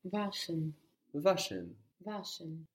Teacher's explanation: Just the W in German sounds like V. · Term: V sound